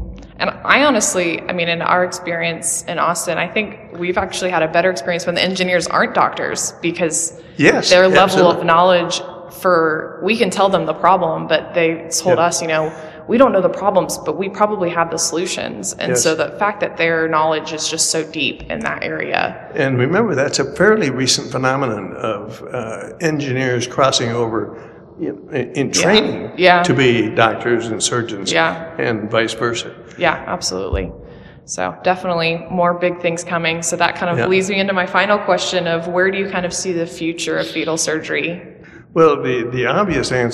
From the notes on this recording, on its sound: While at the 40th annual IFMSS conference in Los Cabos in early November 2022. Please excuse our audio quality and the echo!